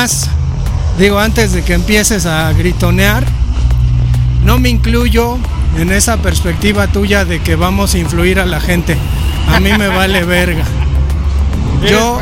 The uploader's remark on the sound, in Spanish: En este episodio caminamos y grabamos durante horas.